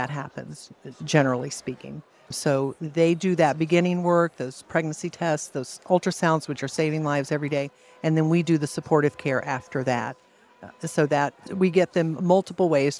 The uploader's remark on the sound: Live at the 2023 LWML National Convention.